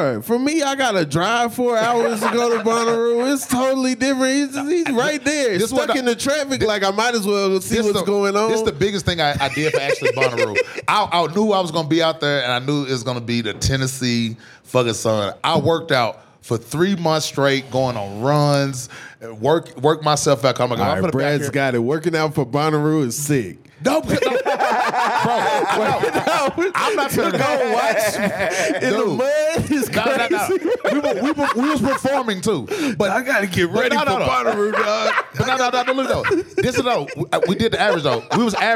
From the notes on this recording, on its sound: live from the Vail Comedy Festival